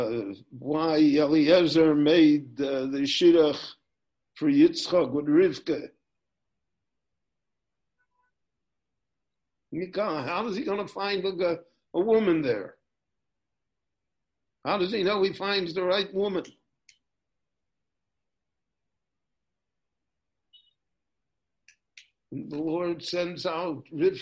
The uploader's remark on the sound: recorded LIVE via Zoom in Jerusalem